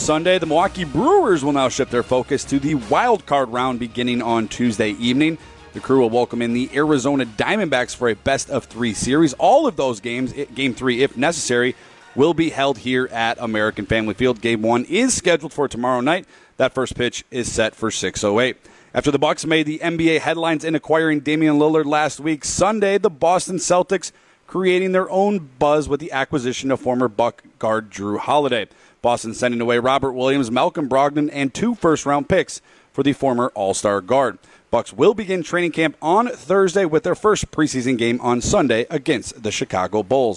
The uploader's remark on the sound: LIVE from American Family Field.